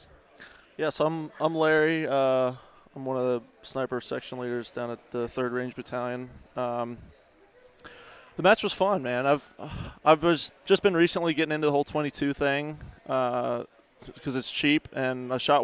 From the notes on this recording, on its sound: Just a ton of interviews with people from the event.